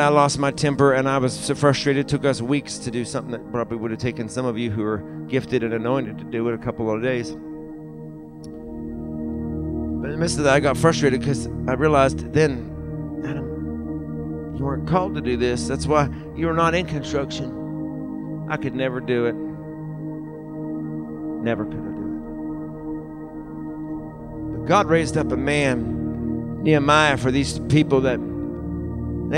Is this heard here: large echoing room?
yes